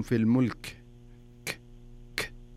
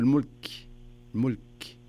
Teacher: الكاف هذا من حروف الهمس، زين، وليس من حروف القلقلة · Shown in: second take